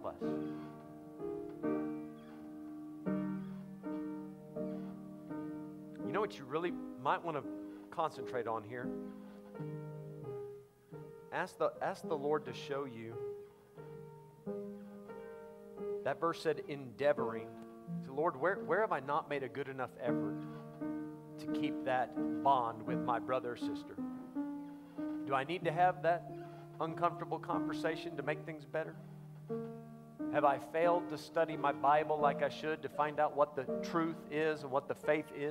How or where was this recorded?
live audience